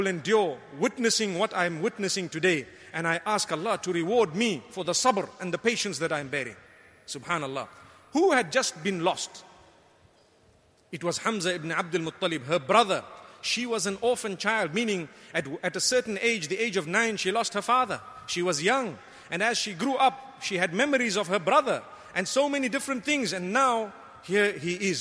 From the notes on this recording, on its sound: Delivered at Tuanku Mizan Zainal Abidin Musjid